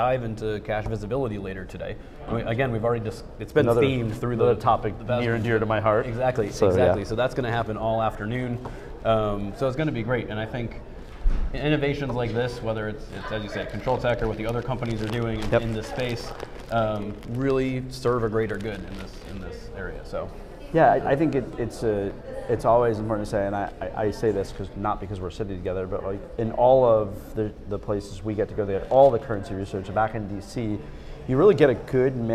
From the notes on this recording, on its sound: live from San Diego at the Americas Cash Cycle Seminar 2022 during day one